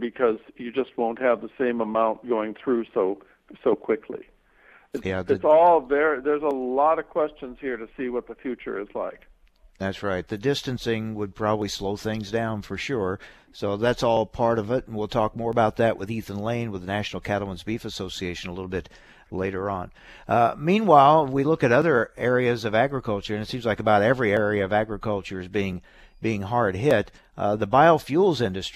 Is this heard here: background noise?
no